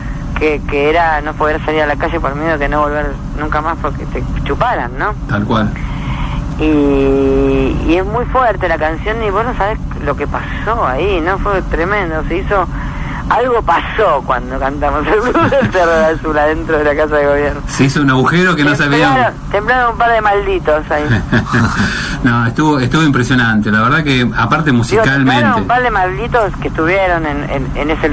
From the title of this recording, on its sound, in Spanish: Nota telefónica